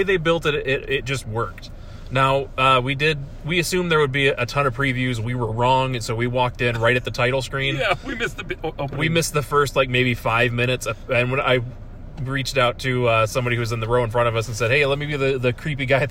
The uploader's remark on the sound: Car so the audio isn’t top notch, but it isn’t too obnoxious to listen to.